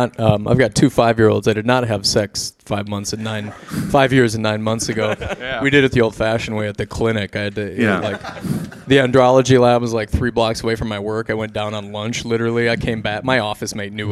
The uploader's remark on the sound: performed live at the Black Hart of St.